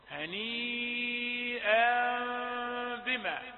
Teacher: طيب، هنيئا بما، هنيئا عرفنا أن المد مد متصل، هنيئا بما، قلبنا تنوين التنوين إلى ميم، لكن لم نصرح بالميم، فقلنا إلى ميم قلب النون الساكنة أو التنوين ميما مخفاة مع الغنة. نلاحظ أن بعض القارئين عندما يعني يصعد يعني بصوت عال يضطر لإغلاق الفم فيقرأ هكذا هنيئا، هذا الخطأ وارد بسبب أنه أعلى صوته وسمح لهواء الزفير مع علو الصوت أن ينطلق فأغلق الفم.